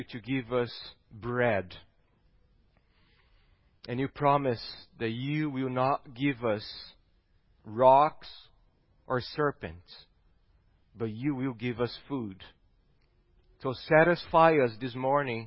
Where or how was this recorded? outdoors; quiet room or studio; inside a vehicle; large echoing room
large echoing room